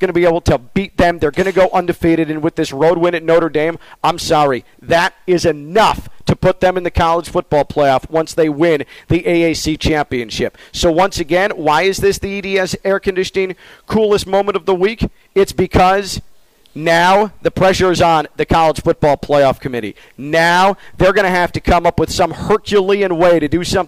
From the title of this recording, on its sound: Full Show LIVE from the TimberTech Championship